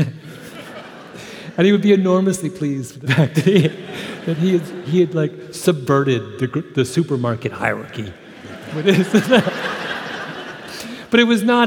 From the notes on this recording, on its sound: on stage at Benaroya Hall as part of SAL’s Literary Arts Series